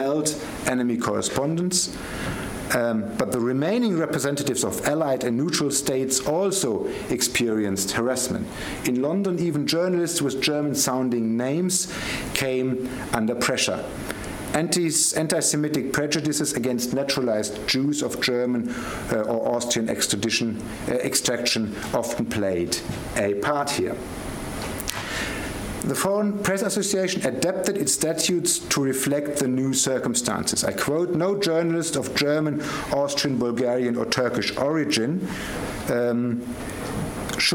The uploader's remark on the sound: Gerda Henkel Visiting Professorship Lecture. The lecture was given on 29 November 2016 at the London School of Economics and Political Science.